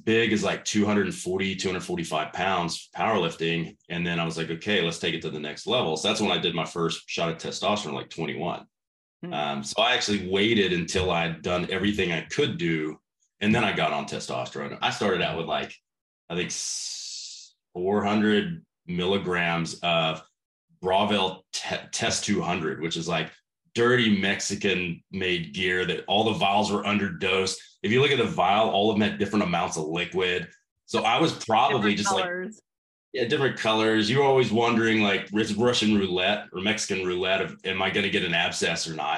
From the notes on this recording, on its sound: This conversation was recorded as part of my virtual summits.